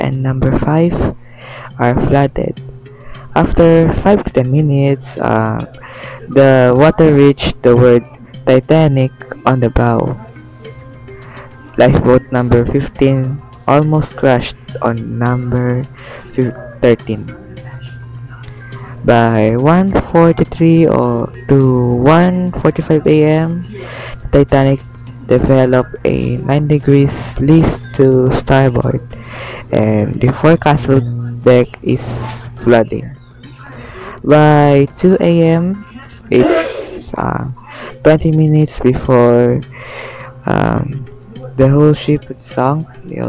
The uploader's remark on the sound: Sorry for the background noises.